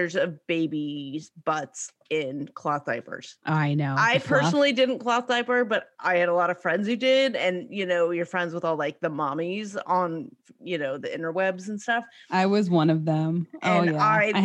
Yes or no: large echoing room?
no